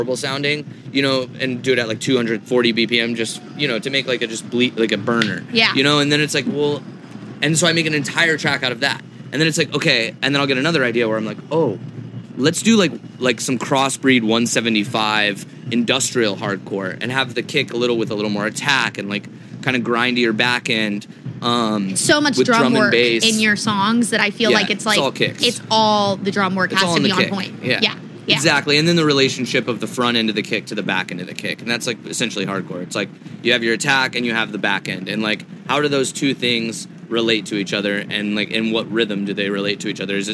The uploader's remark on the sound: Live from Forbidden Kingdom